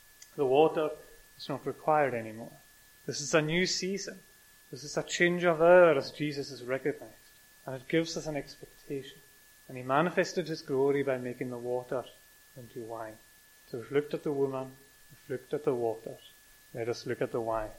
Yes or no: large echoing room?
yes